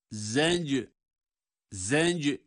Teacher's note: za ince, cim kalkale sesiyle.